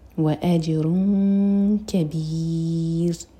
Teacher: را کو ساکن کریں گے تو را باریک ہوگا کیونکہ اس سے پہلے کسرہ ہے